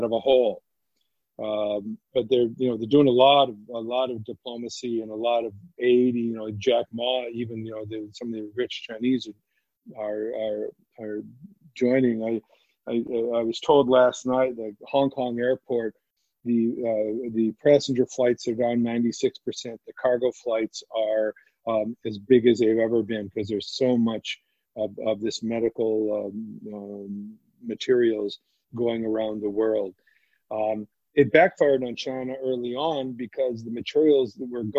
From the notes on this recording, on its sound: To maintain social distancing this interview was recorded over the web.